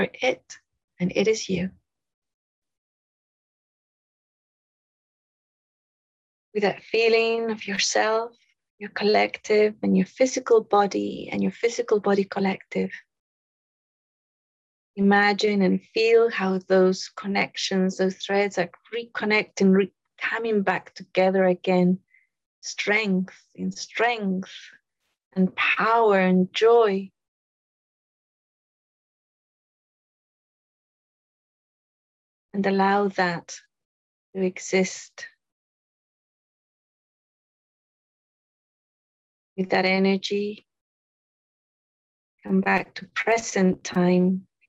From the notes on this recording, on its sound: In this episode, we have an excerpt from a live call during the Instant Manifestation Workshop.